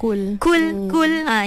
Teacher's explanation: sifat huruf ko ni adalah huruf yang huruf tebal, isti'alak. Kita panggil huruf tebal.